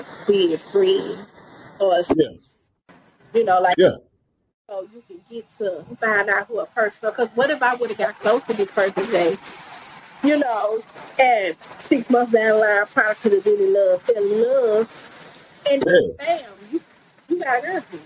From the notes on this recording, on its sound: (Warning) technical issues with sound.